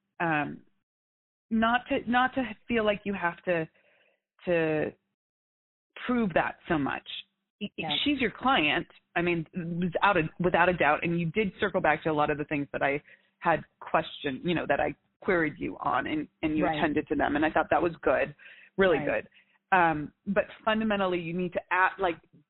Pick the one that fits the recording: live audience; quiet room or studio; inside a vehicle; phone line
phone line